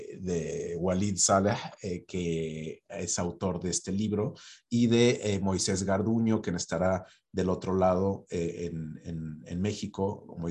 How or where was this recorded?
video call